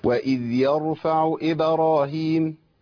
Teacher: الباء بتاعت إبراهيم مقلقلة ساكنة مقلقلة